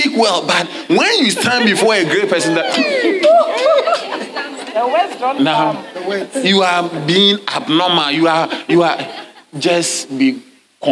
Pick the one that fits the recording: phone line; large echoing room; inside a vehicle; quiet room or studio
large echoing room